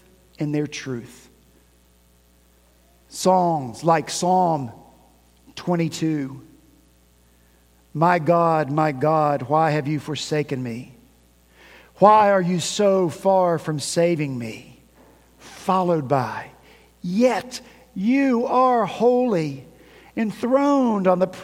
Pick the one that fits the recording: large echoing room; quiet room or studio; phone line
large echoing room